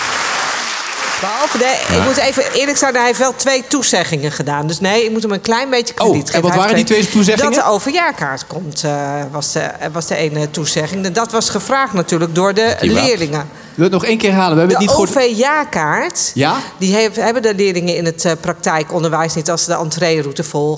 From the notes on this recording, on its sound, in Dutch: In de live podcast tijdens de Dag van het Praktijkonderwijs in Bussum. De twee gaan met de zaal in gesprek.